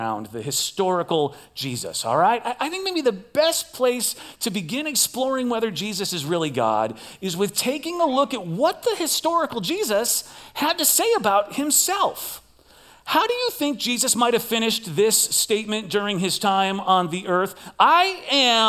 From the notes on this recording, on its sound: Recorded live at CrossWinds Church.